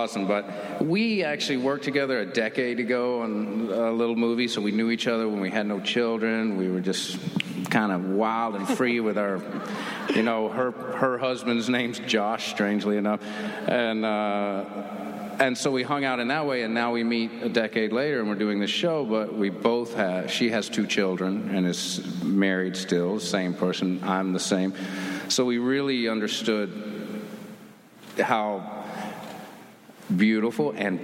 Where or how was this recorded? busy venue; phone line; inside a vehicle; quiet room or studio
busy venue